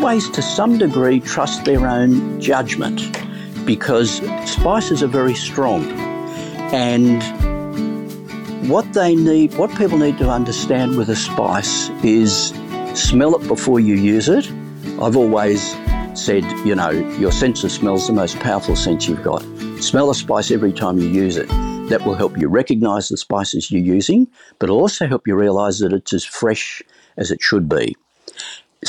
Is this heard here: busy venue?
no